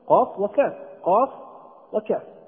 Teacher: من أقصى اللسان، يخرجان من أقصى اللسان، فالقاف فوق ثم يليها الكاف، كلاهما من أقصى اللسان، إذن هناك تقارب في المخرج، قاف وكاف، قاف وكاف، وواضح هذا التقارب.